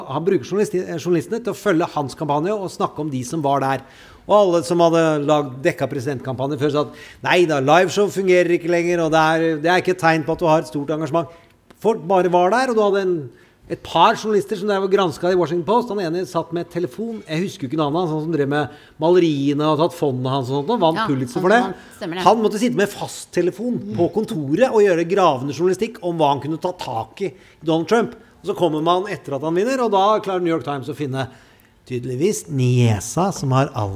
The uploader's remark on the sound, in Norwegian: Live fra Universitetet i Oslo. Spilt inn på Universitetet i Oslo.